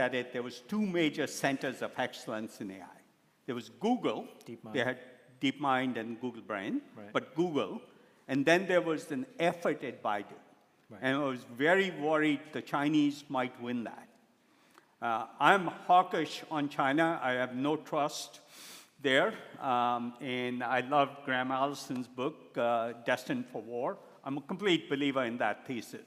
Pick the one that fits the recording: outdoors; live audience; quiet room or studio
live audience